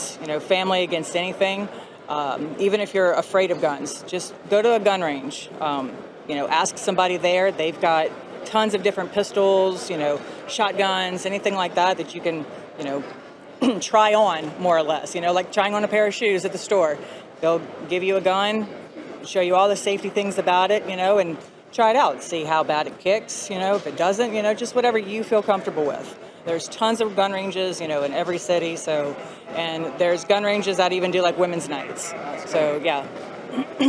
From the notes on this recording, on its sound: At the Houston 2022 NRA convention.